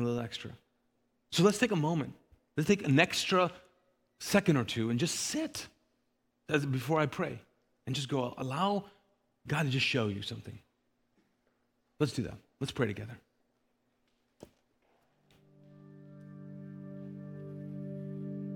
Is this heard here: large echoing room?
yes